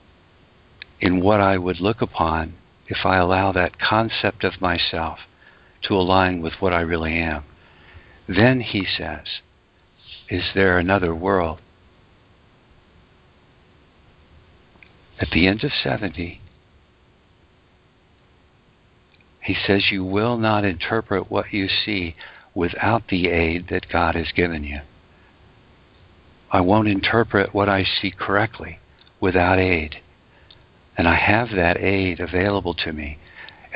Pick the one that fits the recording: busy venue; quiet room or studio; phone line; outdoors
phone line